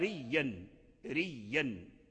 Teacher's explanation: فقرأ ريا ريا بإبدال الهمزة ياء، وأدغم الهمزة المبدلة في الهمزة الأصلية، فأصبحت ياء واحدة مشددة ريا أثاثا وريا.